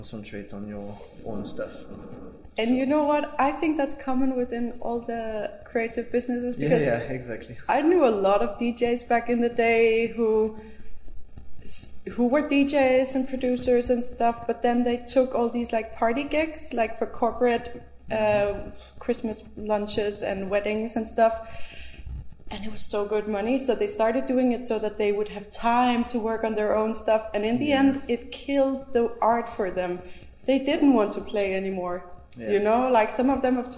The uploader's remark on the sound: There was some electrical interference making noise on the recording, which I have cleaned and removed as much as I could without making our voices too strange. When we walk & talk through the exhibition the soundscape is fine and you can hear the sound of the artworks.